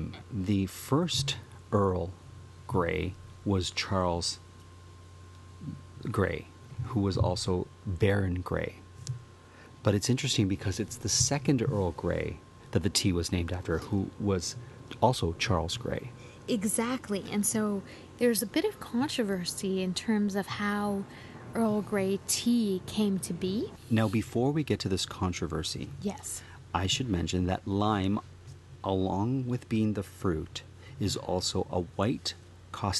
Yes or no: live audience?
no